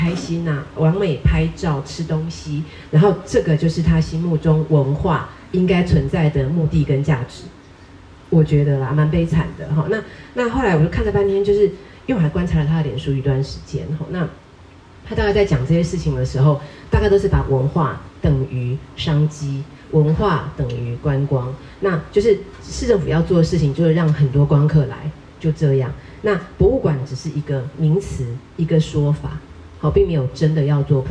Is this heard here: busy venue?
yes